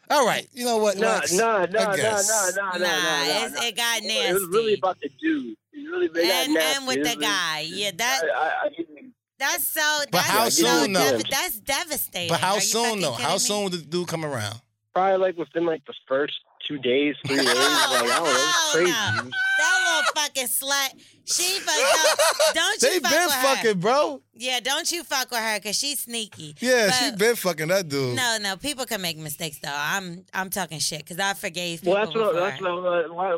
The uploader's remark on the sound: This episode we got some more voicemails. We opened up the phone lines to see if any of our listener are in need of advice.